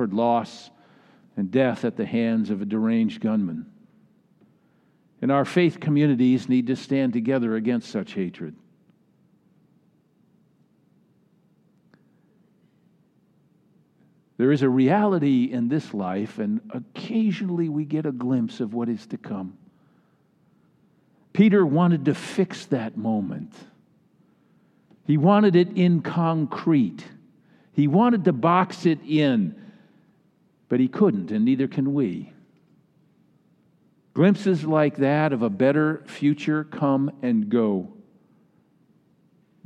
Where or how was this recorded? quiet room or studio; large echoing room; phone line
large echoing room